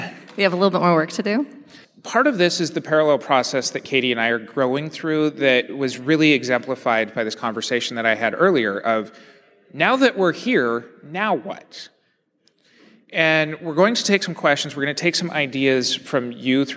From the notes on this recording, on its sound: Live Podcast. Live at Therapy Reimagined 2019.